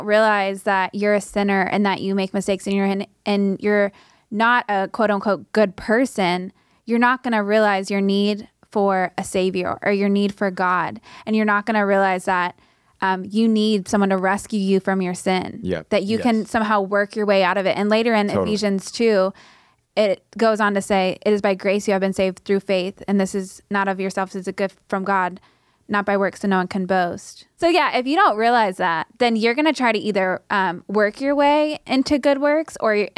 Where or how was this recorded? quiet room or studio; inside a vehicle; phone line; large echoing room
quiet room or studio